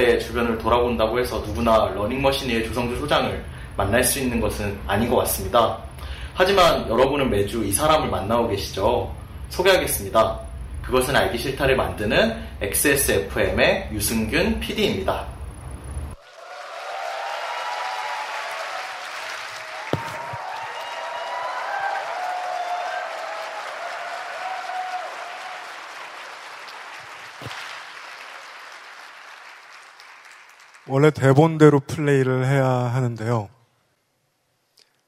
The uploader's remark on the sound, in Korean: 300회특집 공개방송